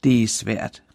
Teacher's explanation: Nedadgående intonation som i det er svært